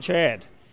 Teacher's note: the raised ah sound that you hear in Chicago. Chad. It's a longer vowel than it is in, you know, other regions of the country, and you can hear it pretty distinctly when he says Chad.